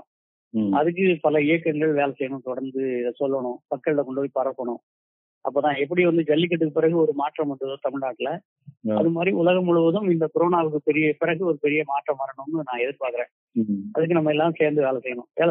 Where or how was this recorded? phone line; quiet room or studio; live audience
phone line